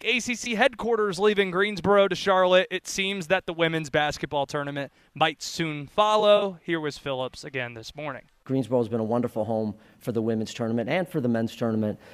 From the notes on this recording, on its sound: live from ACC Tipoff in Charlotte